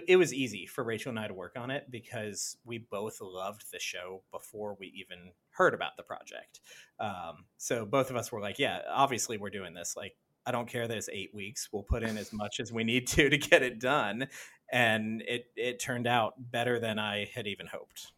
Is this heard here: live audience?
no